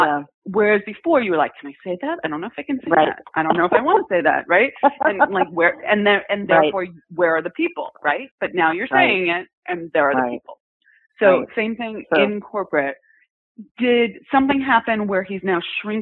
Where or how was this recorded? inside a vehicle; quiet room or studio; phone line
phone line